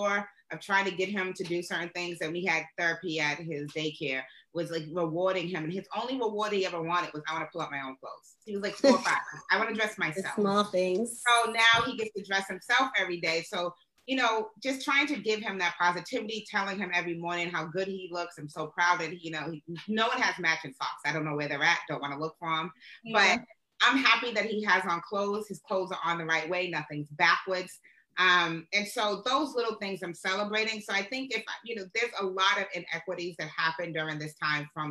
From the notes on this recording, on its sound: This has been done via Zoom